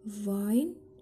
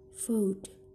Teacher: produced by the lower lip and upper front teeth, yang mana dihasilkan oleh bibir yang bawah dan gigi depan atas. · Term: labiodental